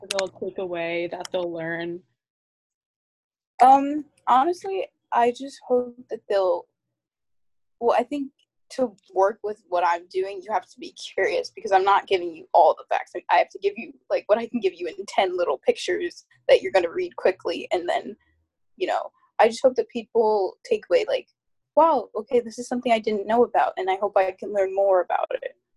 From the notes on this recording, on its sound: The quality is a bit iffy since this was recorded over Zoom